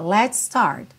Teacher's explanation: Let's, termina em S, start, começa em S, você junta tudo num S só. Let's start, ok?